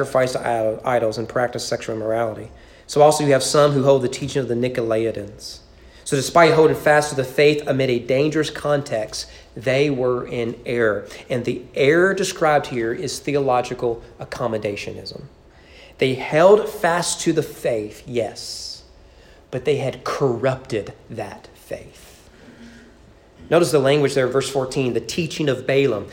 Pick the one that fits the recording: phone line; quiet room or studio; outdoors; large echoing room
large echoing room